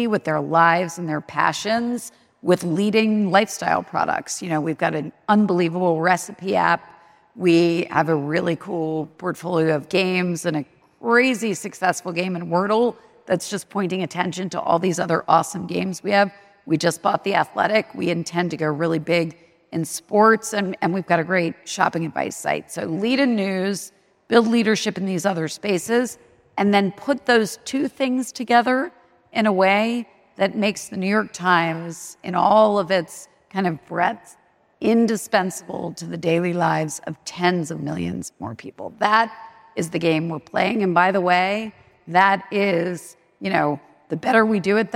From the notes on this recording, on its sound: Live at Primary's NYC Summit. The very first live and on-stage Cartoon Avatars from Primary's New York City Summit. In front of a live audience.